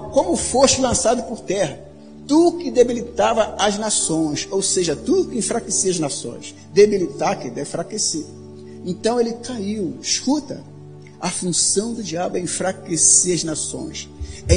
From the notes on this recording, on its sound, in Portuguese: Áudio da mensagem ministrada no Culto da Vitória realizado na Quinta-Feira, 11.04.2019 na Igreja Cristo Salva Campinas.